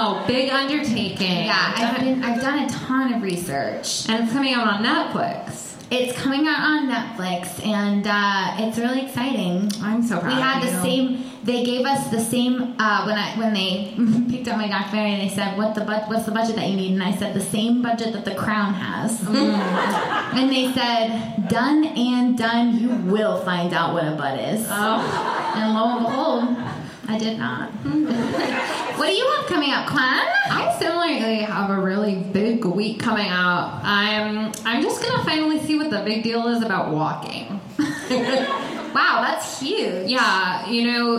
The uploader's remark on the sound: In this live show.